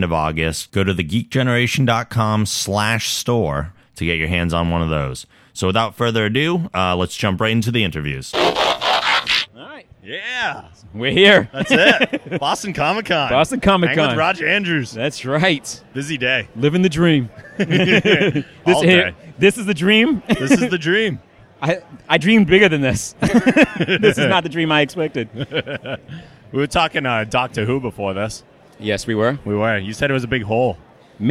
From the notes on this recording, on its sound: Interviews from Boston Comic Con 2013